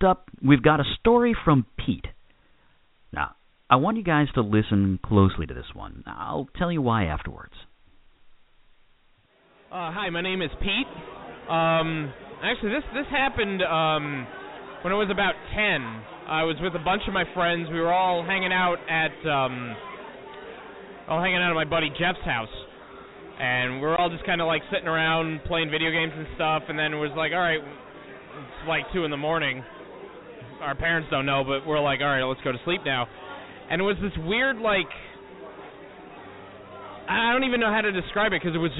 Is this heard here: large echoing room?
yes